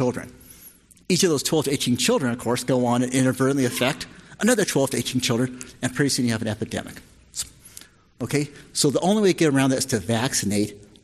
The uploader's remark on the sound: This discussion was presented at the inaugural Drug Delivery West conference in 2018.